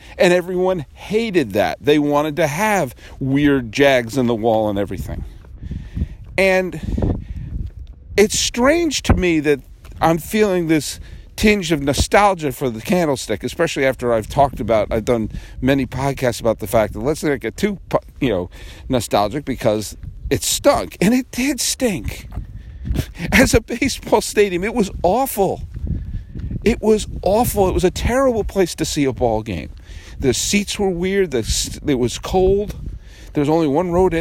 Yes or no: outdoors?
yes